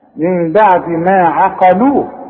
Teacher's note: شوف العين برققها ازاي شوف القاف بفخمها ازاي شوف اللام برققها ازاي